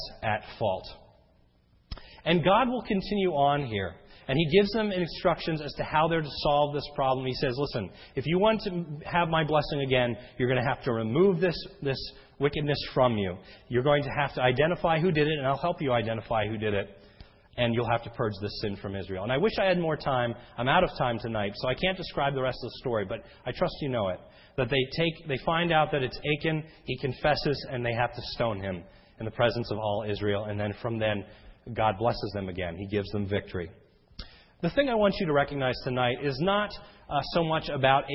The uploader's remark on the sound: This sermon was recorded om 6/06/10 in the evening service.